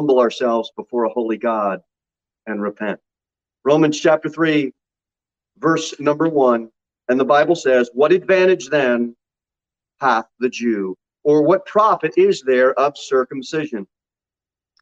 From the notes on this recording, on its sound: Sermon delivered at Pilgrim Baptist Church on Sunday, April 10, 2022 at 11 am. Jere Whitson Rd.